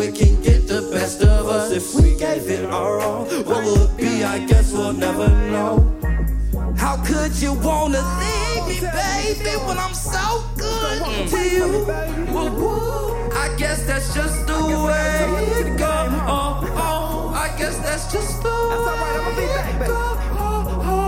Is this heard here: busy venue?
yes